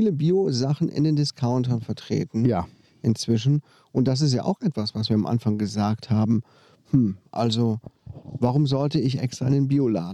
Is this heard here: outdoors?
yes